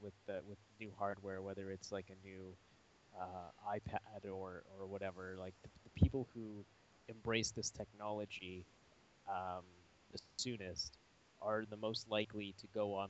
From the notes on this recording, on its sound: I’ve once again patched together a rough audio session.